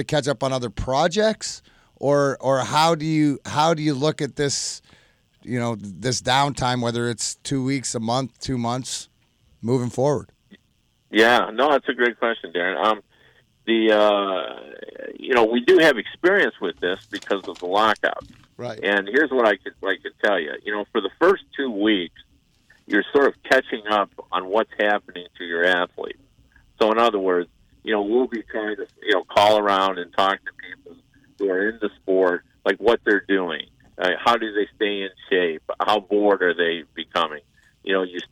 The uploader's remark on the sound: They are joined on the phone